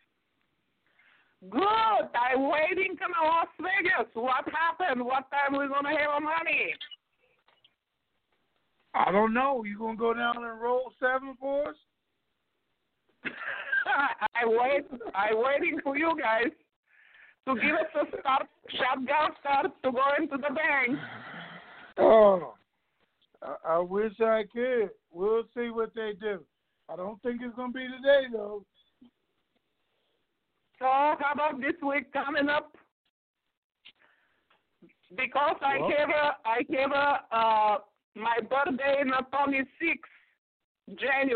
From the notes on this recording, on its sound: TNTSuperfantastic Conference Call